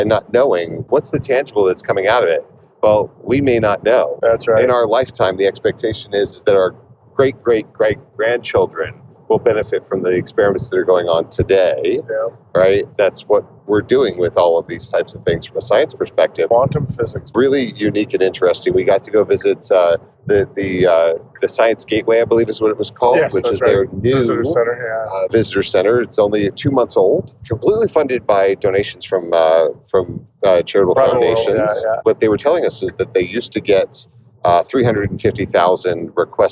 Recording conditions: inside a vehicle